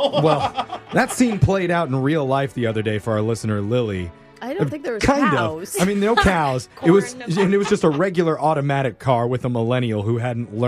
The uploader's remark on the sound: The woman on the phone today